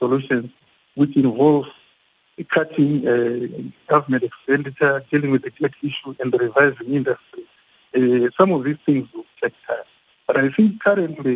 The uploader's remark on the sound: We are now on the line joined.